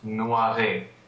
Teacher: It's very common to have the schwa be dropped in the future. And in this case, the word is not noiré with the schwa actually pronounced.